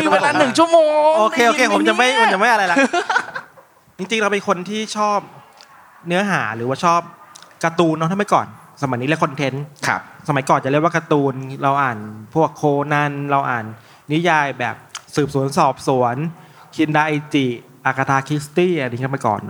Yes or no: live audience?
yes